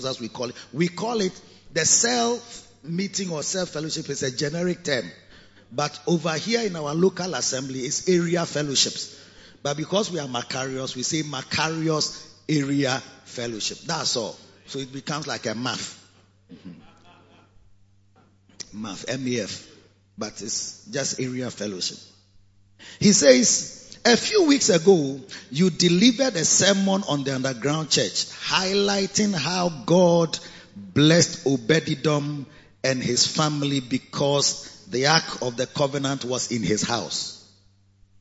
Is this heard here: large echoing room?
yes